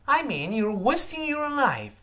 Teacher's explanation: 那个 wasting 和 life 在这一定是重读的，浪费你的生命，跟中文中是类似的，要强调这个字，要重读。跟老师再读一遍，I mean you're wasting yourlife。再来一遍，I mean you're wasting yourlife。注意音调起伏，I mean you're · you're, you're 又是轻读，一带而过了